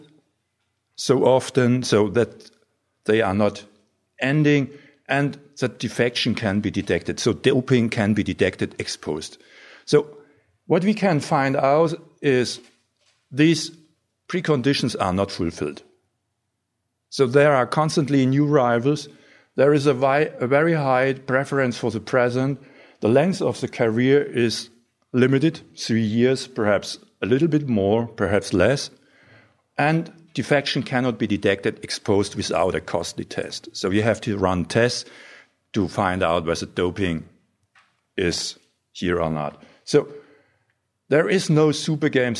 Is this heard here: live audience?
yes